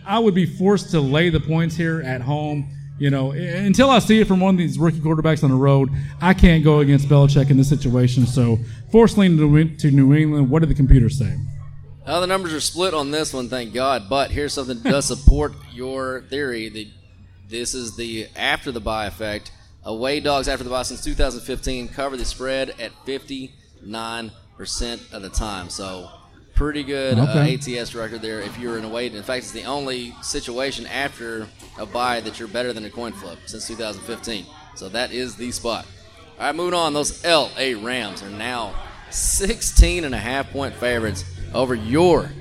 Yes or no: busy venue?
yes